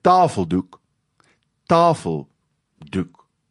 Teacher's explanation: in samestellings val die klemtoon op die linkerkantste deel, op die eerste deel. So ons sê met ander woorde, 'n tafeldoek, tafeldoek, en dan is lê die klem op tafel, tafeldoek.